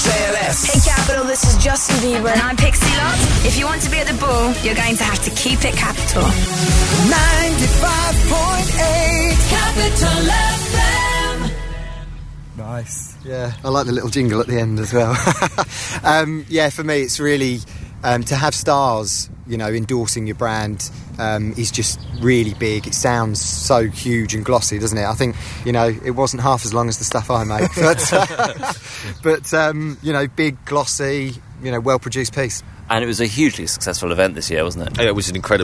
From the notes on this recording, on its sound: we recorded early on Friday morning in a stiff breeze in Regents Park, London